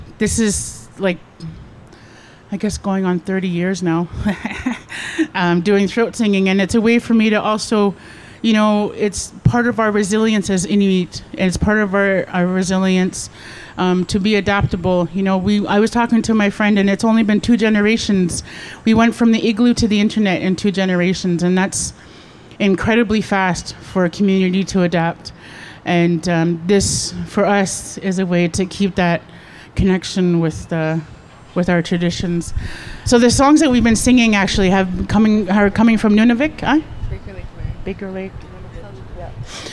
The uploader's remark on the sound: Live at Cabot Square.